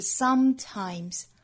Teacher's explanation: sometimes 这个词的重音呢在第一个音节上